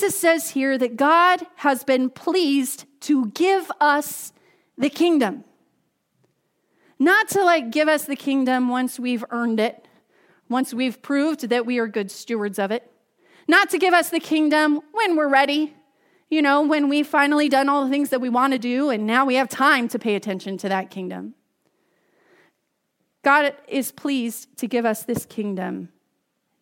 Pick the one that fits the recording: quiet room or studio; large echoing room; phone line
large echoing room